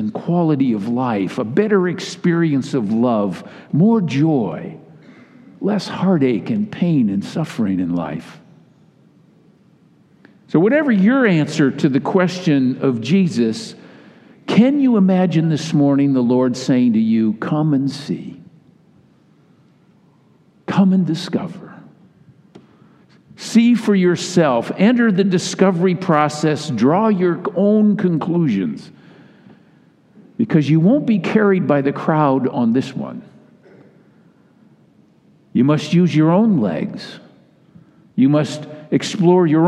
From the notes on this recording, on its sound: delivered in all three Sunday services.